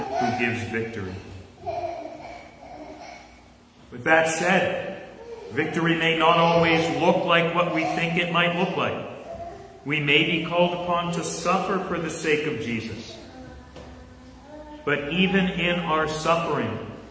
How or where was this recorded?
large echoing room